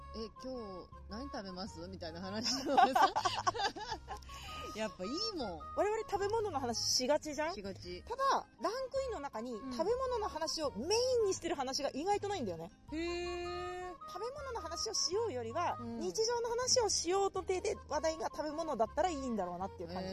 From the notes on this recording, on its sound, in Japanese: 今週はロケ収録です。中野・四季の森公園にて。紛れ込むさまざまな音も含めおたのしみください。